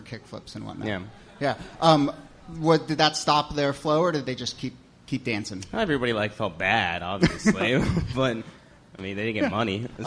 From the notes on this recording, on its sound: Ask Roulette is a conversation series in which strangers ask each other questions on stage. From our July show at Housing Works Bookstore in New York City.